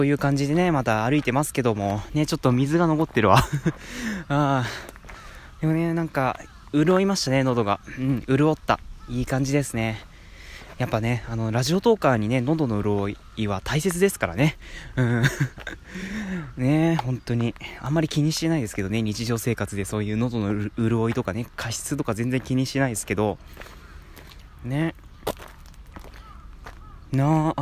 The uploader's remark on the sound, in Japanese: おさんぽしよ。＠とある公園